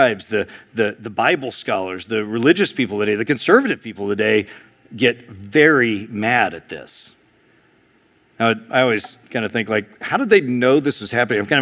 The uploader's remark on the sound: Preached in February 2023 at Sojourn East.